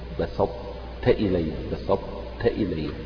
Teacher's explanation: كأنك تنطق بطاء غير مقلقلة وبعدها التاء